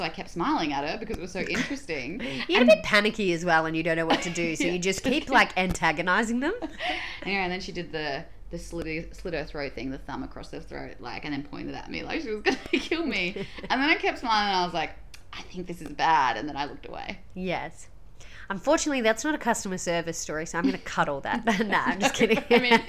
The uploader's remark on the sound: Apologies for some audio crackles throughout, tech issue that is looking to be resolved.